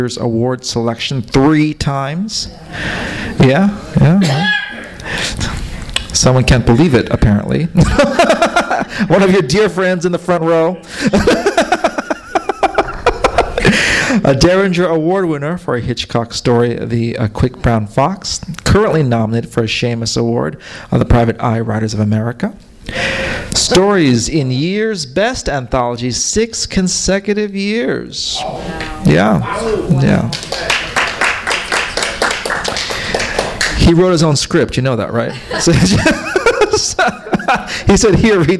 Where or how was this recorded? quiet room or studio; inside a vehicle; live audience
live audience